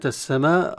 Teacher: هذا مد متصل واجب، لأن أتى بعد حرف المد الألف همزة